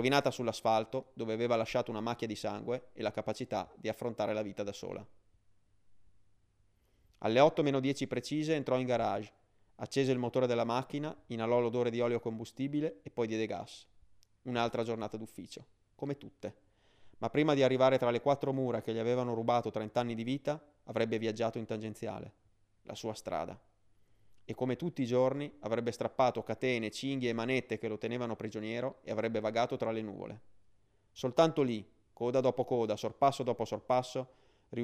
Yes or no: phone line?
no